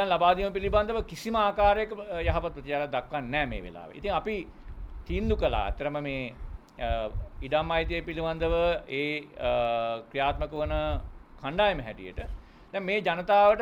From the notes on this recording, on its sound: Media Conference, Unedited. Colombo.